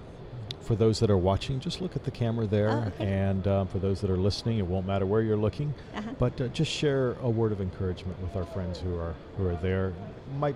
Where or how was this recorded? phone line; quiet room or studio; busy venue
busy venue